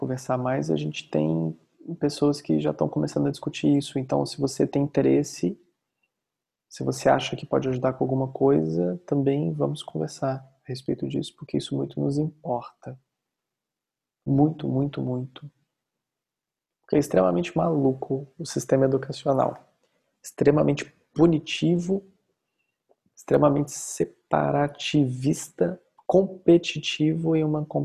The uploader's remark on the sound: Online via Zoom